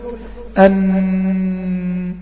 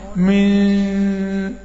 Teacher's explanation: الغنة دي بتيجي من تجويف الأنف، عندي أعلى الأنف فوق من الداخل، ده مكان الغنة، ده مكان الغنة، بتخرج من الخيشوم اللي هي أعلى الأنف فوق اللي هو التجويف الداخلي الأنف.